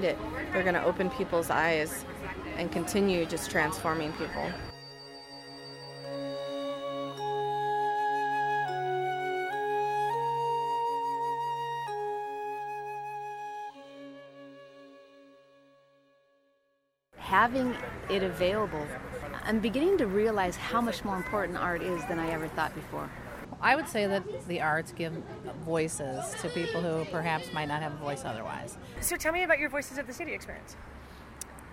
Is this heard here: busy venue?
yes